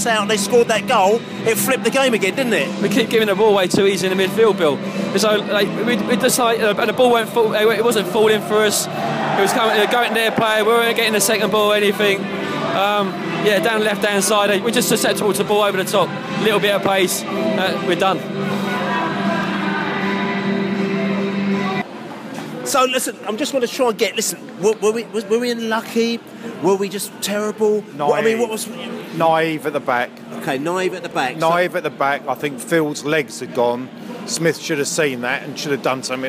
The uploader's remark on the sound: post-match podcast from the car park